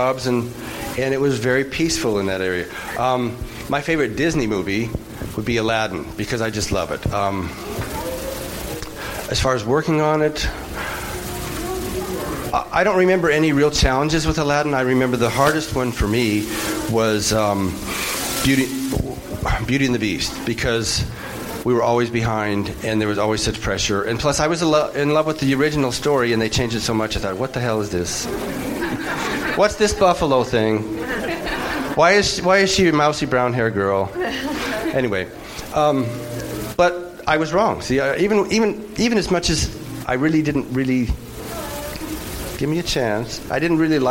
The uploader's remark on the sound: host some of the panels at Tracy Comic Show and Reptile Expo